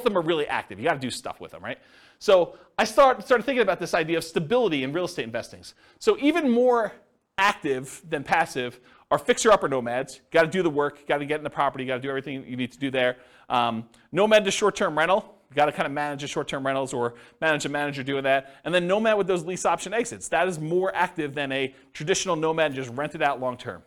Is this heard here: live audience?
yes